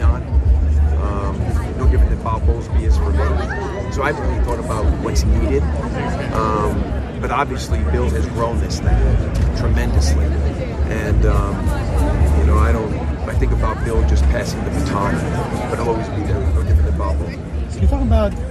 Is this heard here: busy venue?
yes